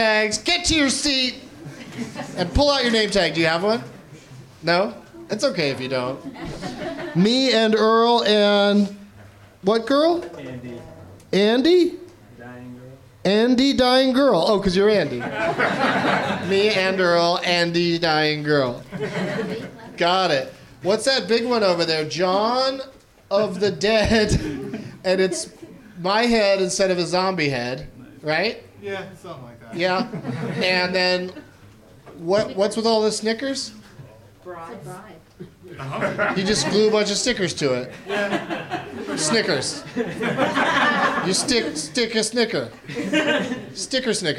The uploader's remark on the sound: Live from the NerdMelt Showroom in Los Angeles